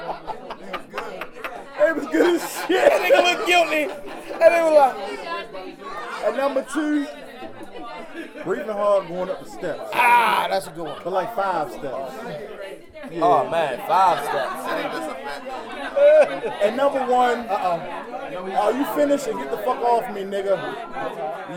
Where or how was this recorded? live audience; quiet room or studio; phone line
live audience